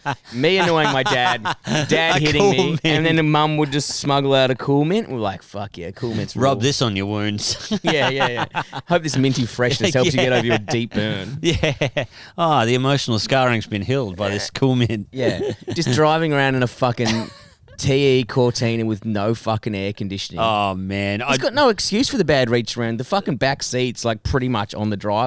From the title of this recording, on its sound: Summer Outdoor Edition